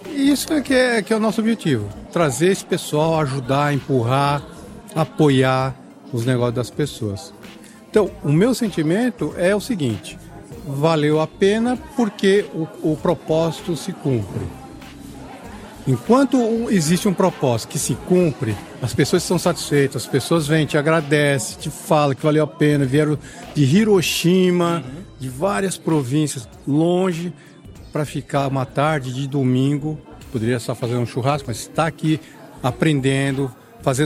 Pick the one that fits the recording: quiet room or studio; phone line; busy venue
busy venue